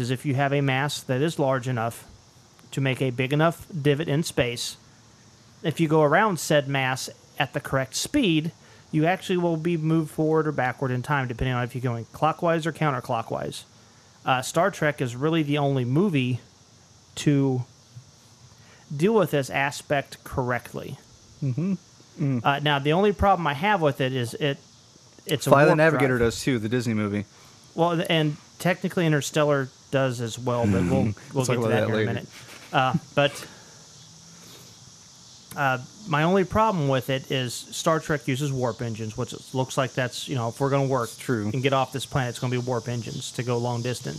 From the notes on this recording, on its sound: This was recorded outside while making beer. It's balls ass hot, like heat index of 110, and the cicadas serenade us throughout.